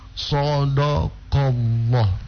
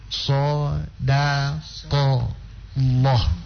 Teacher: Nah, maka kita tipiskan huruf dal. · Shown in: second take